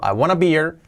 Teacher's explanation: Fíjate cuando digo rápido, I want a beer, pues esa T de want se, salta prácticamente.